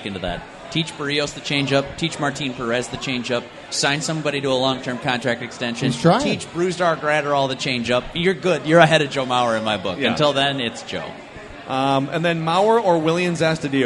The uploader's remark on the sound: sit down at Fulton Brewery in Minneapolis